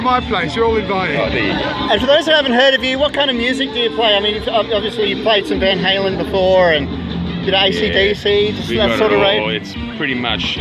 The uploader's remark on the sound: I recently was at the famous Bellatta Golf club for the Beers At Bellatta festival for Australia Day